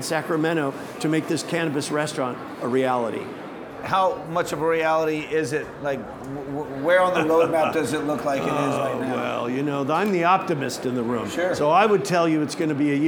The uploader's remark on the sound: Recorded live at New West Summit 5.